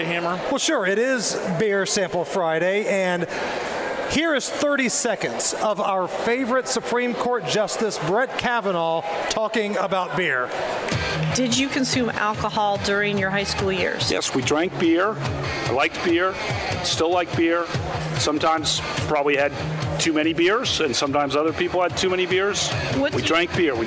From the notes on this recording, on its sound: LIVE at the Indiana State Fairgrounds Tap Room!